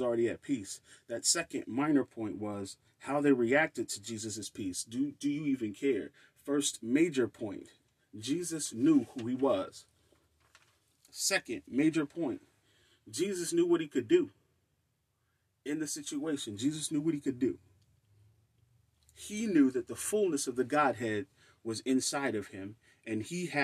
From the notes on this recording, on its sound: A message delivered to the family at Kingdom Family Fellowship Church.